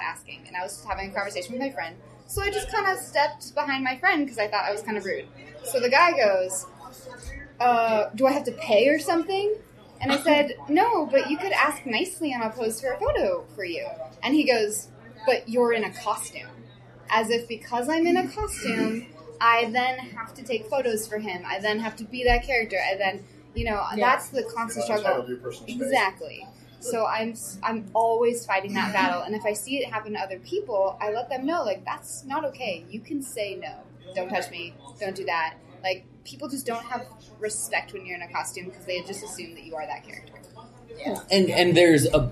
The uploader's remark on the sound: Live from Palm Springs Comic Con.